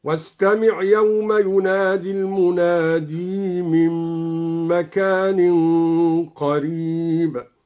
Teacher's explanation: أثبت الياء في المنادي وصلا هكذا: واستمع يوم ينادي المنادي من مكان قريب.